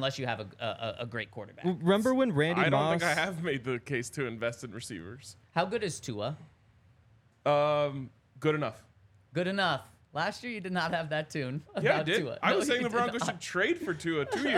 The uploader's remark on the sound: Coming to you LIVE from the DNVR Bar.